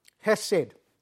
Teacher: Behind the two words, steadfast love, that we have in our ESVs, it's the Hebrew word hesed, and apparently it's got a guttural H